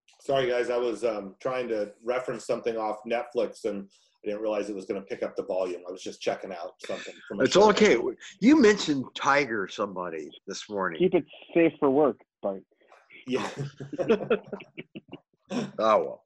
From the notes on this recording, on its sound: Our Zoom invite somehow made it into her “junk” file but we decided to do the show anyway.